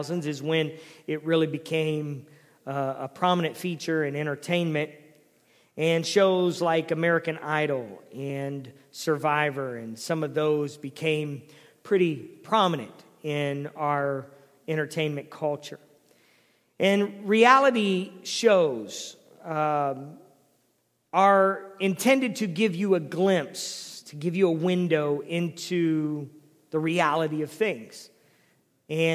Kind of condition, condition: setting, large echoing room